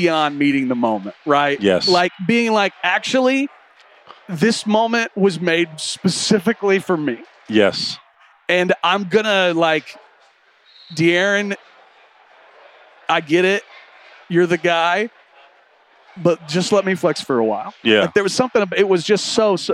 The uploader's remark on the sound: Live from the concourse of the Thomas & Mack Center. The first three days of Las Vegas Summer League.